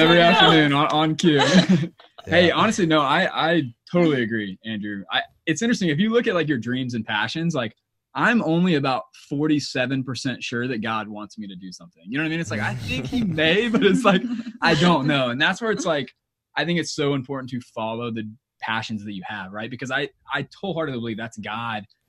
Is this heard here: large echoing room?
no